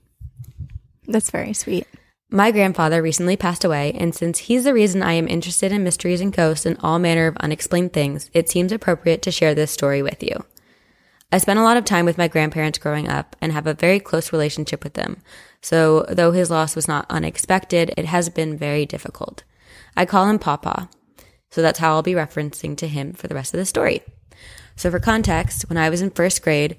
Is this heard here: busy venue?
no